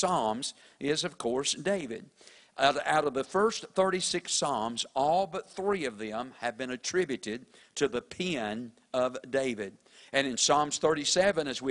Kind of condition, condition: setting, large echoing room